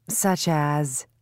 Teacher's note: Notice how the speakers use strong forms of the prepositions as, at, for, from, of, and to at the end of a sentence.